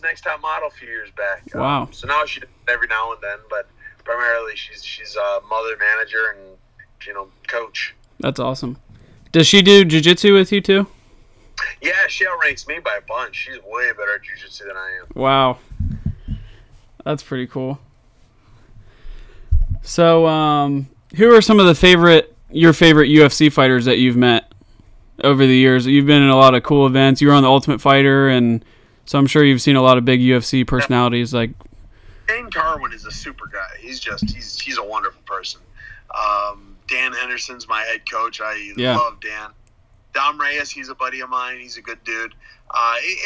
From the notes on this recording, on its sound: Interviews UFC Light Heavyweight over the phone.